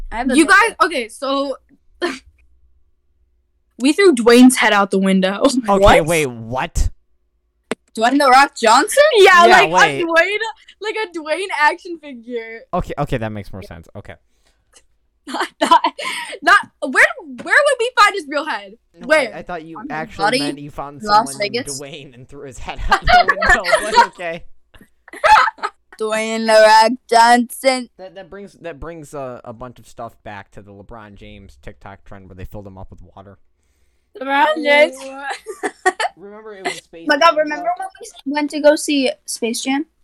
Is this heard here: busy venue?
no